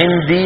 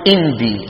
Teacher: في بعض المناطق في اليمن يقلبون العين همزة · Shown in: second take